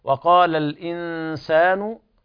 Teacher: إخفاء حقيقي لوقوع السين بعد النون الساكنة